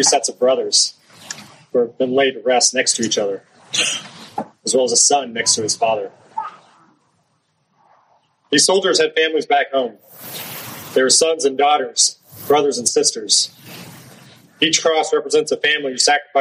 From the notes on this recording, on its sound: It's a speech I gave for Memorial Day. The audio quality isn't great.